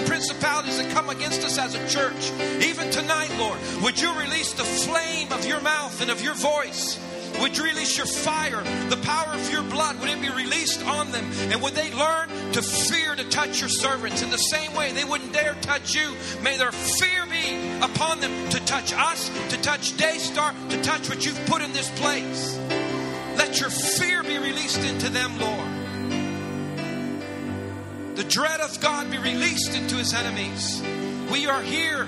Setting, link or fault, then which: setting, large echoing room